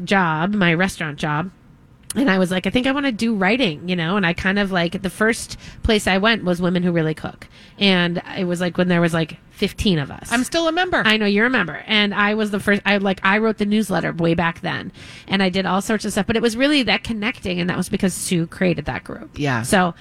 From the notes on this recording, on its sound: Live from the Minneapolis Home and Garden Show! Answer a call-in question.